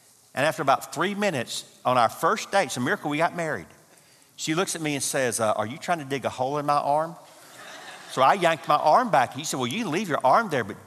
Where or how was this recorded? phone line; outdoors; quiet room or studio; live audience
live audience